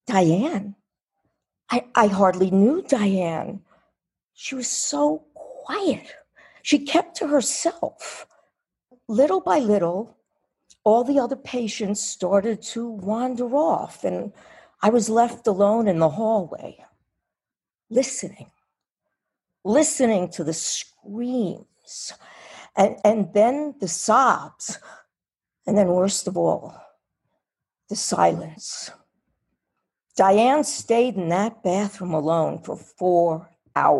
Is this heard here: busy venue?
no